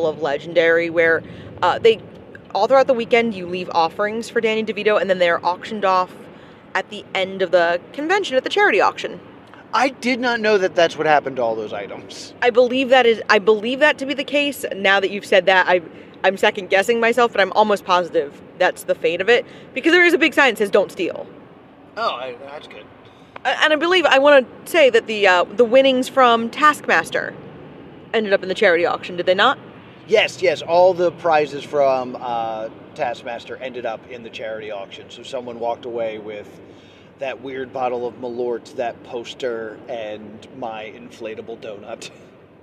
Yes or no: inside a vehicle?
yes